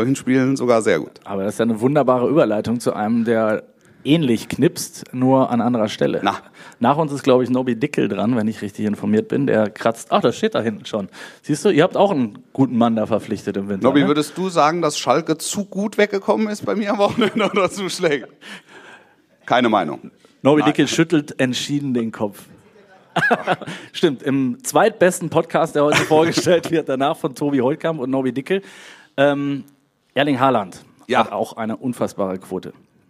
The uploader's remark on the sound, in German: Live-Podcast auf dem SpoBiS at its Best